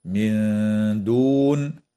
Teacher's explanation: وتخفى النون الساكنة عند الدال مع الغنة مرققة